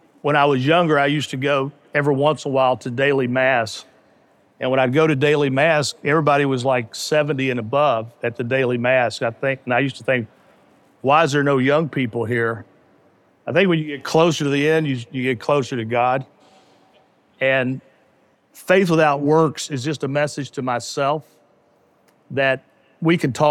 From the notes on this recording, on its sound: In this special episode of The Game Changing Attorney Podcast recorded LIVE at the Game Changers Summit.